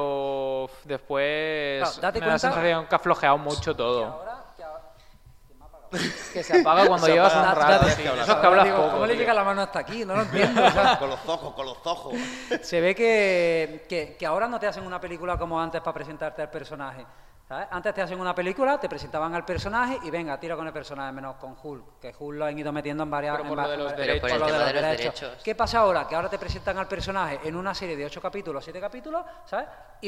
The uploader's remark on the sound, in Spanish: El equipo de Conexión Tatooine se reunía una vez más en el auditorio Eutyches del Palau Firal i de Congresos de Tarragona para realizar su segundo podcast presencial con público en directo gracias a la organización Starraco Unlimited.